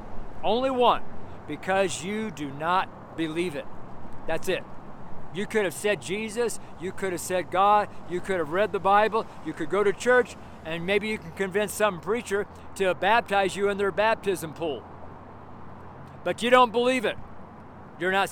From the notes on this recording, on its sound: preached on the street in Broomfield, Colorado